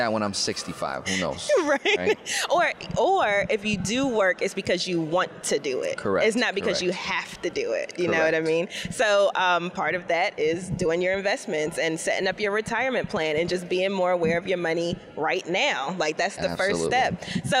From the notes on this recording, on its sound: Live from FinCon 2021